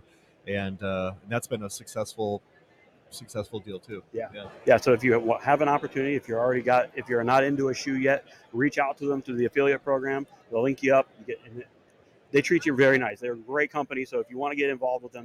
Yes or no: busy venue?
yes